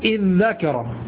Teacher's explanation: ادرأ وتقول في الذكر اذ ذكر بعد القلب تقول اذ ذكر تجعل الدال المنقلبة عن تاء ذالا